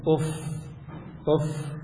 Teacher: وإذا أتيتم لتحللوا هذه اللفظة من حيث مخارج الحروف مثلا، من حيث مخارج الحروف، من أقصى الحلق، الهمزة تخرج من أقصى الحلق والفاء تخرج من باطن الشفة السفلى مع أطراف الثنايا العليا